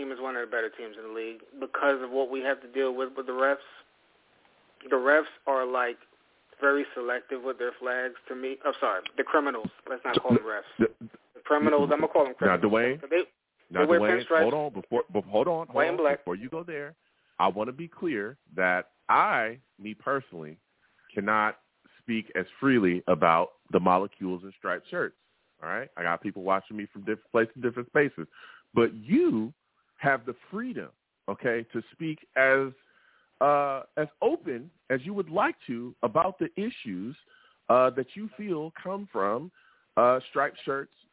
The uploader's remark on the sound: I take live callers!